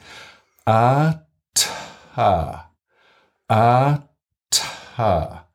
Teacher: You hear the vowel, you hear a silence, you hear a burst of air, and then you hear the second vowel.